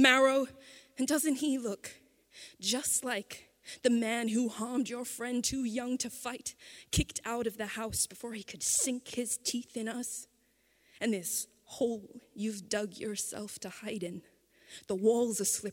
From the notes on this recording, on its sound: recorded at The Collingwood Town Hall on December 6, 2019